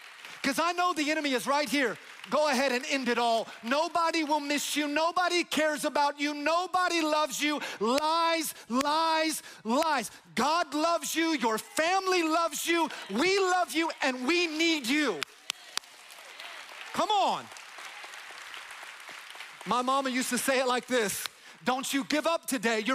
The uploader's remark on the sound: Easter At GO Church